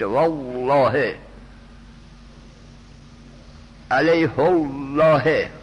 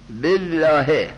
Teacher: در این دو صورت لام الله تفخیم میشد، یعنی پر گفتن شد · Shown in: first take · والله، علیه الله پر گفتن میشد.